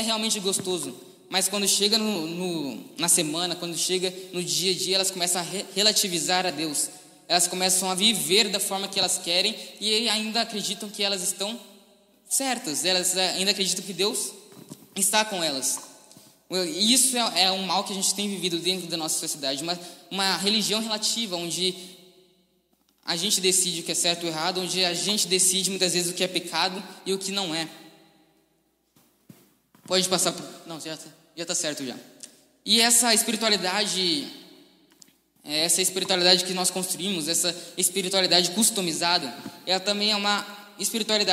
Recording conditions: live audience